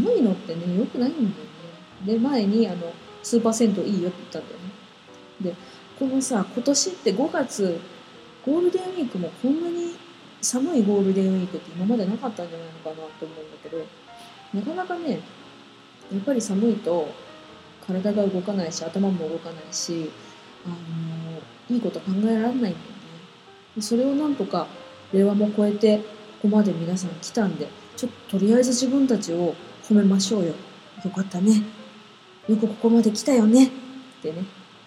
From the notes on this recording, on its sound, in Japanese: パソコンのフィンが回っちゃって雑音多いです